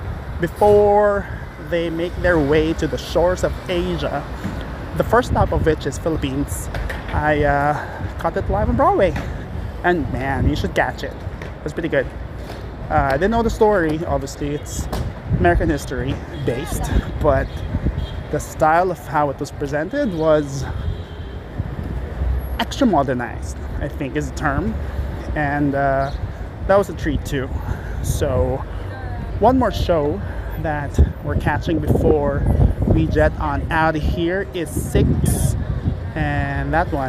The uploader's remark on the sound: more walking and talking